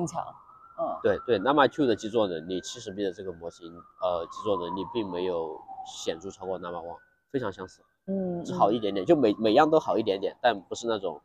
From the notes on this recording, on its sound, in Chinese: 在ICML 2023 International Conference on Machine Learning, 国际机器学习大会 的现场录制的。这次在室外录制，嘉宾还在生病，不免有些杂音。